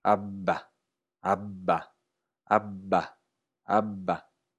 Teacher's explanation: Si hacemos una B y mantenemos los labios juntos un momento más, obtenemos una B geminada.